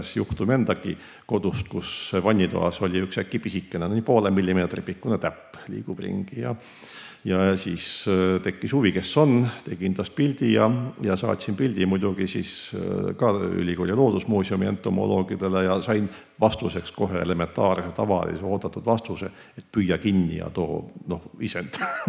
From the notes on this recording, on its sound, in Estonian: Oktoobrikuu saate salvestasime Matsalu loodusfilmide festivalil